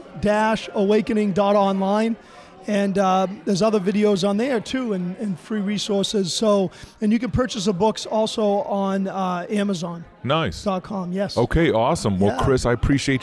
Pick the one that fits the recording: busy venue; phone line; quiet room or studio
busy venue